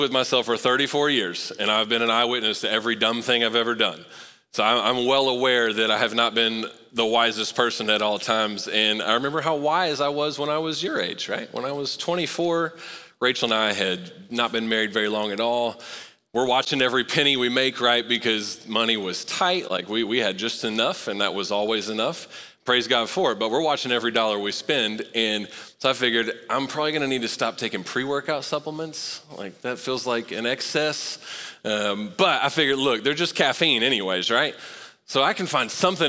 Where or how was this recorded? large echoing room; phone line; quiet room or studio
large echoing room